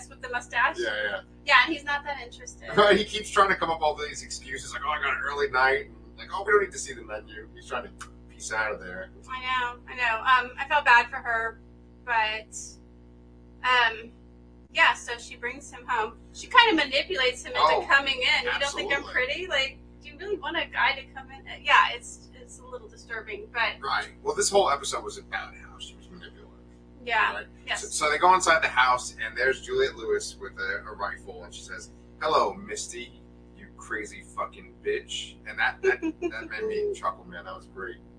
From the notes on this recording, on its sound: LIVE REVIEW (with added buzzing noise!).